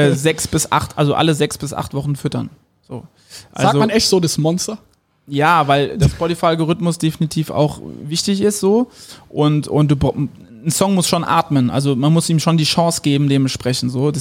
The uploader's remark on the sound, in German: beim zweiten Bargeflüster im Tiffany in Mannheim aufgenommen.